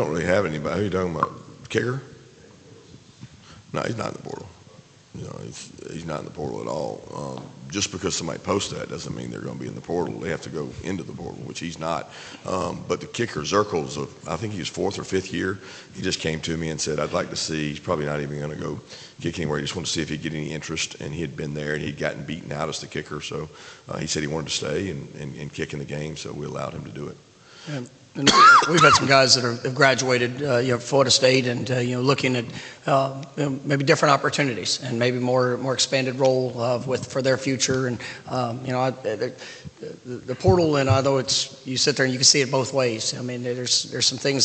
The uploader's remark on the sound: Orange Bowl coaches press conference. Orange Bowl press conference.